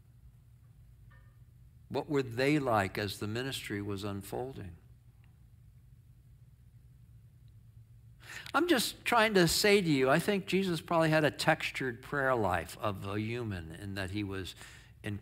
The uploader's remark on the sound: Sermon in our worship service on 9/3/23. Streamed live on video from our campus in Westlake Village, CA.